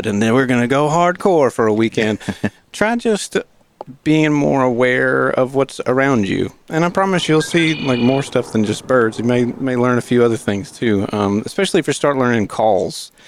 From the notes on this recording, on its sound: As we continue our series of episodes from the Discovery Park of America. We are excited to be outside on the grounds of Discovery Park. Listening for some birds and playing a few songs on the porch.